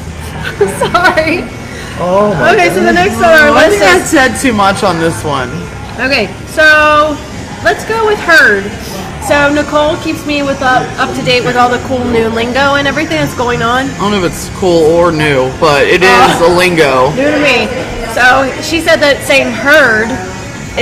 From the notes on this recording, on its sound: We are live at Zola's